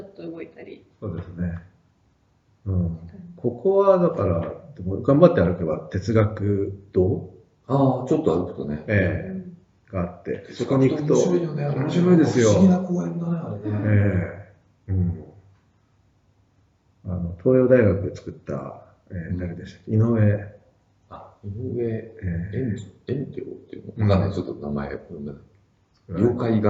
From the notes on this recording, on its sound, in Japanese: 旧マイクで音声ややわるいです